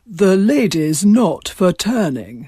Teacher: She opened up the back of the mouth, and you got this rather extraordinary overweight of pharyngeal resonance, which gave her that "the lady's not for turning," that very open at the back of the throat kind of sound.